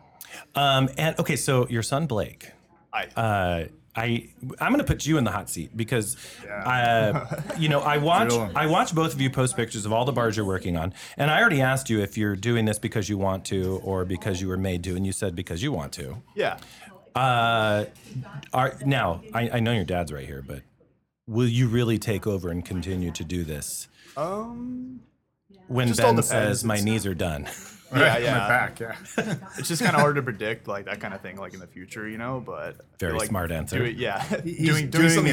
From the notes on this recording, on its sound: LIVE recording at the Bamboo Club in Long Beach